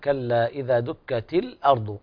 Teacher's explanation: بين السكون في اللام، يعني سمعتها كأنها منقولة مثل رواية ورش